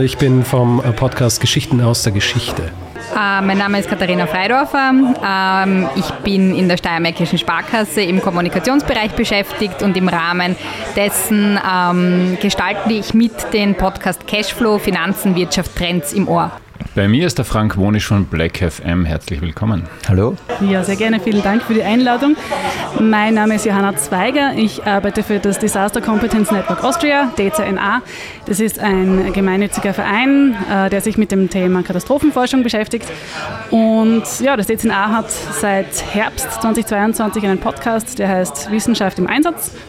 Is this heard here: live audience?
yes